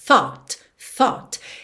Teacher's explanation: Tem que começar com esse th-th-th, tá bem? Língua lá na pontinha dos dentes da frente, com arzinho th. E depois pode pensar num O com acento agudo.